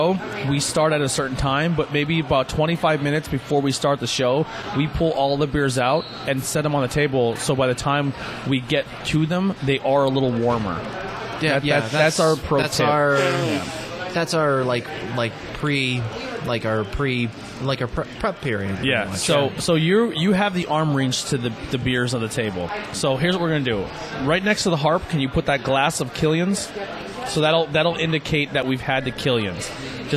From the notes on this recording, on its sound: We are on location At Mcniffs In Mahanoy City